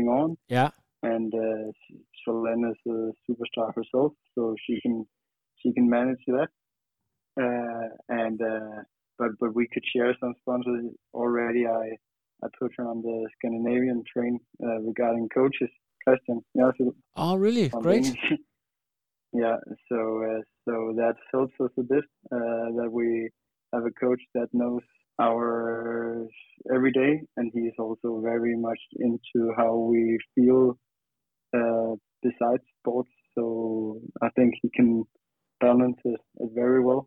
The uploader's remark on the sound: on the phone from Italy